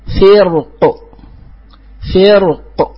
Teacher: فهي راء ساكنة ووقع قبلها كسر، لكن وقع بعدها حرف استعلاء · Term: التفخيم